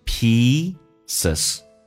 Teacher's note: pieces 长元音，嘴角往后咧到极限